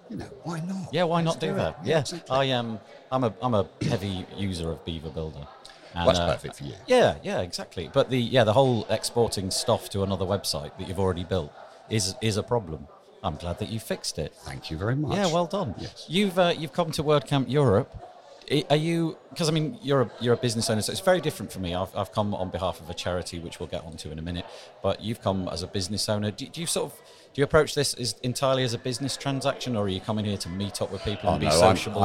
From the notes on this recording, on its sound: WordCamp Europe Live interview. My task was to find a place to record interviews with some of the 3,000 attendees. The chats were impromptu and recorded in one take. We made all of the recordings in one of the main thoroughfares at the event, and at times there were hundreds of people milling about in the background. You’re going to hear our guests as well as the hum of the interactions taking place around us.